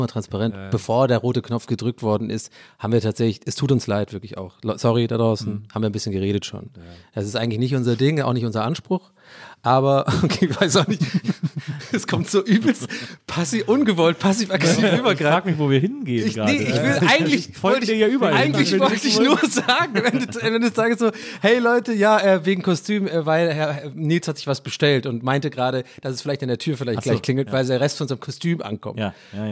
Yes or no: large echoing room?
no